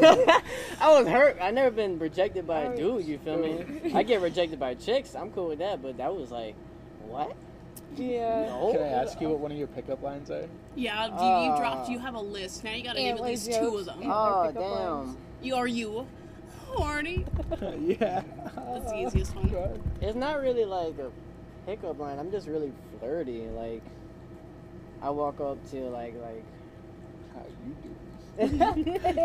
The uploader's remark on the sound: It was too hot to record inside, and we didn't have a stage to record on, soooooo the audio has pool-filter-inspired white noise and sometimes gets louder for no reason!